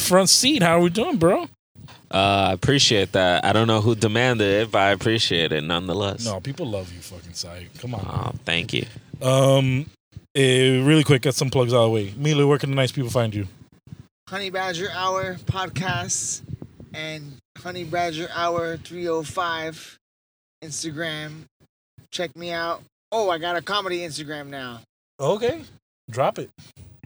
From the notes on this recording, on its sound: On this episode, we are in the car